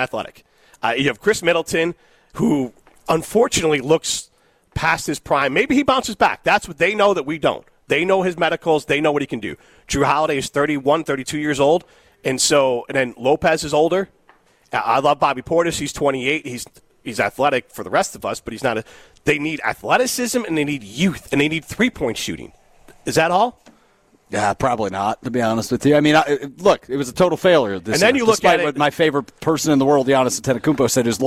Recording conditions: busy venue